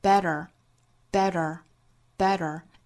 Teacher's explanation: Bad 很像一个 d 的发音，但是是轻轻的一弹而过的，所以更多要体现这个弹的感觉。Bad, bad, better, better, better. · Term: flap t